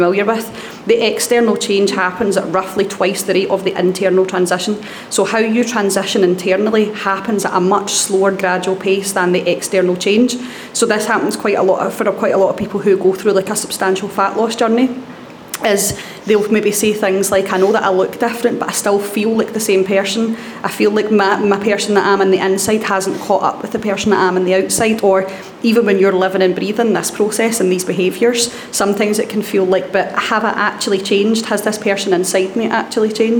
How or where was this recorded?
live audience